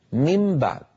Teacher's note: لاحظوا بأنني قلبت النون إلى ميم شفوية والباء التي بعدها من الشفتين، فأنا هنا أطبق شفتي على ميم مقلوبة عن نون، يعني كانت من بعد صارت الآن مم بعد.